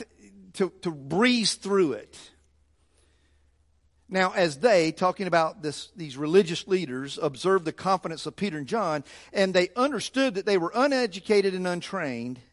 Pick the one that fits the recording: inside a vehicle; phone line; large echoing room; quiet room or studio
large echoing room